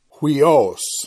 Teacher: the rough breathing does change the pronunciation, and so it adds a H sound to the beginning of the word. So it's huios, where the upsilon iota carries a rough breathing mark over it, which adds an H sound.